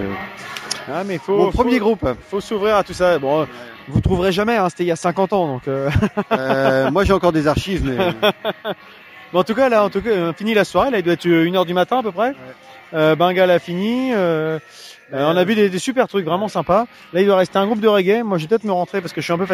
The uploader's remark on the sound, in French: Nous étions à Houppeville pour la 2ème édition du festival Houppstock